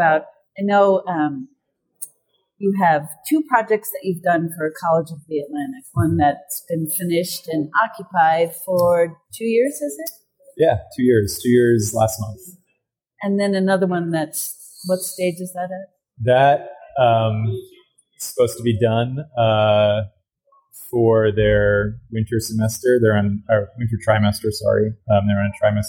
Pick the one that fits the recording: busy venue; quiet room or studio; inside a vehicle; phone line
busy venue